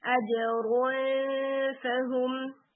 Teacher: اجرو فہم، تو آپ دیکھیں کہ رو کیسے ہیوی سے لائٹ ہو رہی ہے ساؤنڈ